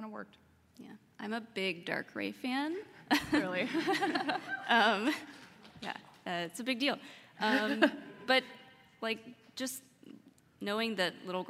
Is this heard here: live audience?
yes